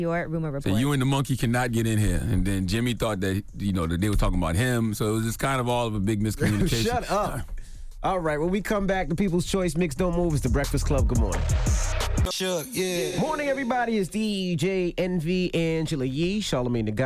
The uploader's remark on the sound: a surprise phone call